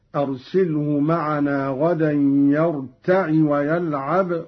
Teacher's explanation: قرأ قالون بكسر العين